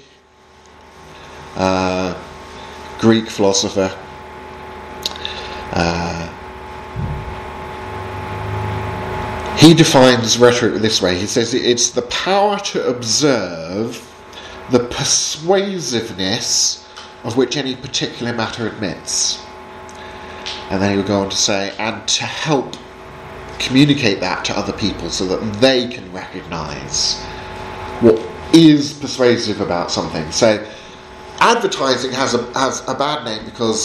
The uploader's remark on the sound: Seminar on 'Apologetic in 3D' at Highfield Church Southampton, from a training day for local youth workers in March 2019.